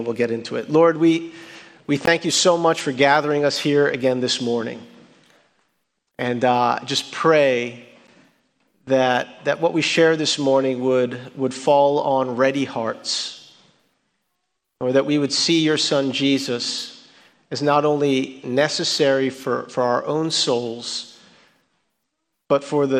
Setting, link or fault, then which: setting, large echoing room